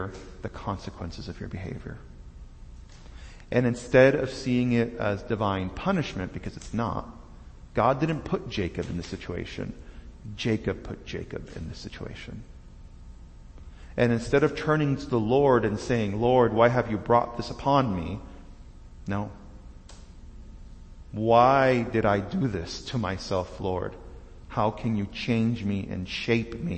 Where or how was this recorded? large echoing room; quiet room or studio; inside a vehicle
large echoing room